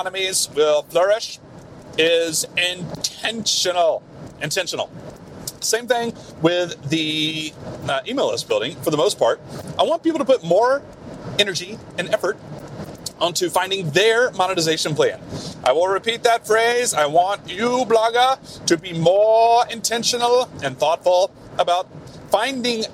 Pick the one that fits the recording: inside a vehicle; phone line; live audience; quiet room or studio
inside a vehicle